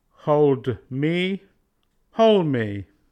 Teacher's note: If D is part of a blend in a CC connection, we delete it.